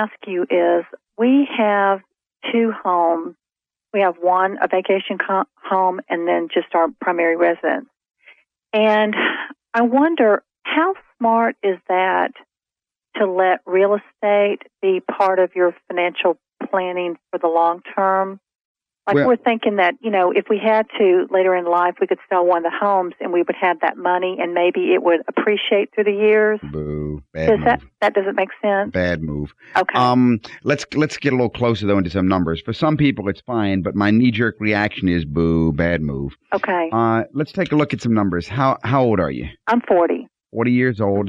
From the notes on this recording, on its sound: Financial planning call-in show.